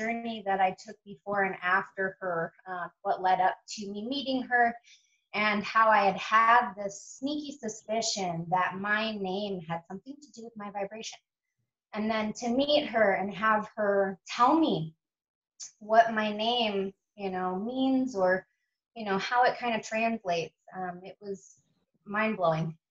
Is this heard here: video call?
yes